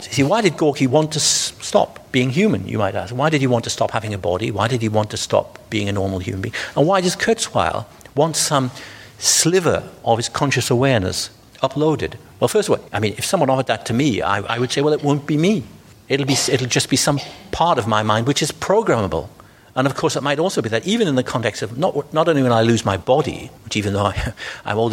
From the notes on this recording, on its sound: The podcast was recorded at the Bristol Festival of Ideas in May, at the Arnolfini . The podcast was recorded at the Bristol Festival of Ideas in May, at the Arnolfini .